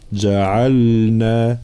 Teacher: لابد من بيان سكون اللام لكي لا تدغم في النون